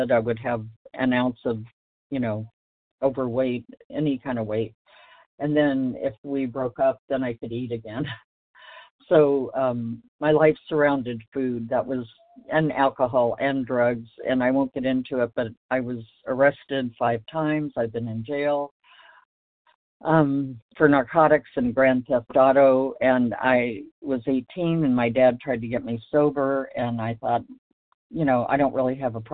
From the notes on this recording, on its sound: from the 100 Pounders Phone Meeting